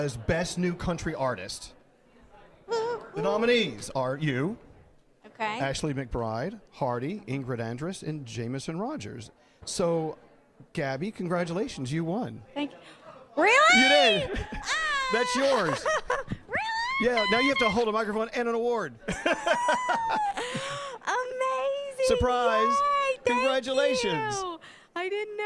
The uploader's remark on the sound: IHeartRadio Music Awards Red Carpet Live! Don’t miss all the excitement from the awards ceremony at the iHeartRadio Awards Red Carpet Live!